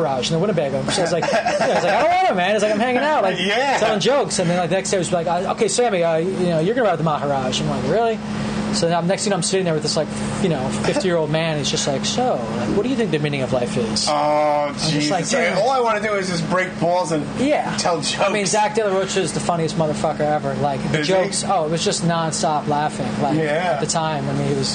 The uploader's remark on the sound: "Puffy's Tavern" in Tribeca, NYC. The place was packed so, we called an audible and went "Live from the Basement at Puffy's Tavern". Even if the recorder was balancing on a barstool while we stood around it, we made it happen!